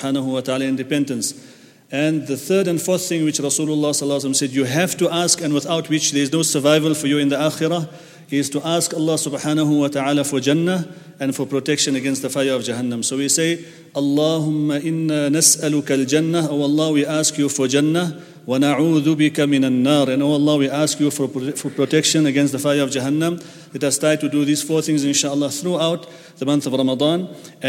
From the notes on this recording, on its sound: At the Houghton Masjid (West Street).